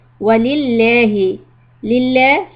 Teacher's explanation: soft lamb because of the kasra